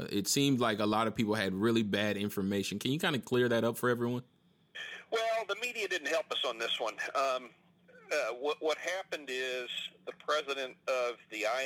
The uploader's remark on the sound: had a conference call scheduled and I asked him if I could record it